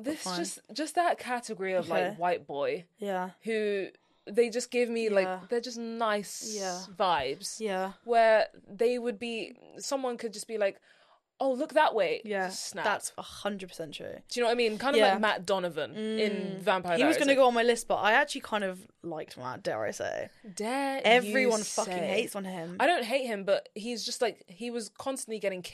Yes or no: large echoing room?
no